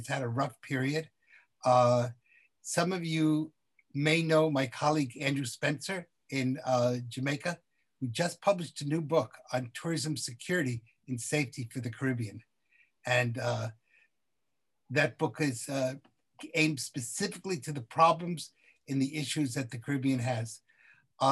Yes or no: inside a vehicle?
no